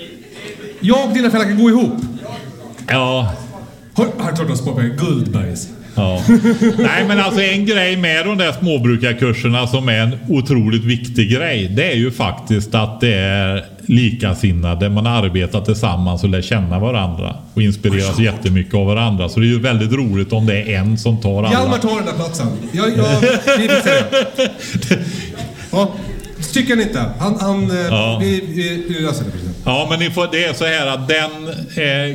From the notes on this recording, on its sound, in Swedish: LIVEPODD från Fållnäs Gård. Vi firar avsnitt 100 med en äkta livepodd.